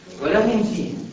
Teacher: ده اظهار لكن في غنه لان الميم والنون حرف الغنه